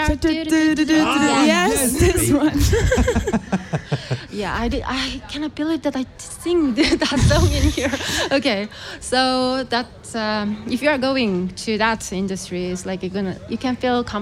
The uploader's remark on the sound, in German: Festivalausgabe live aus dem Merkerareal in Baden.